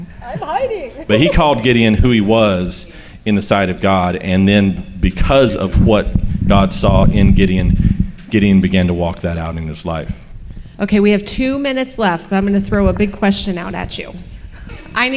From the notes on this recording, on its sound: you will hear the Q&A session held at a Rejoice on the Road event